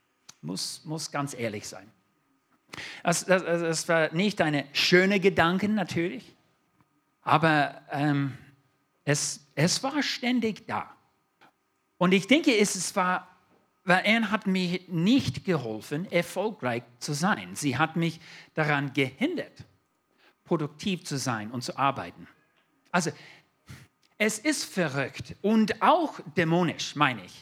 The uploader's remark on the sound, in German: 2022 in der Gemeinde Kaleo Schopfheim aufgenommen.